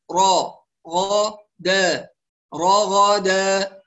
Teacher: فزمن الراء المفتوحة يساوي زمن الغين يساوي زمن الدال · Term: إتمام الحركات